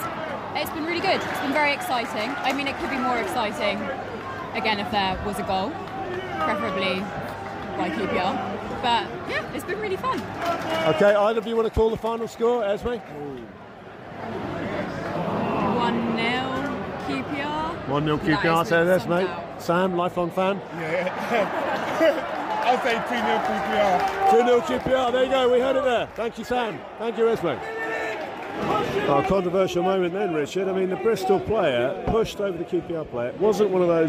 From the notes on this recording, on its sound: was recorded at whatever QPR’s ground is now called on Saturday 11 November 2023.